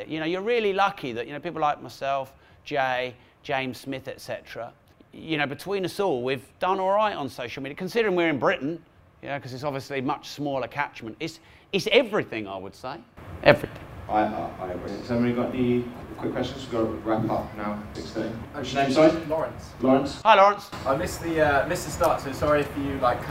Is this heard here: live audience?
yes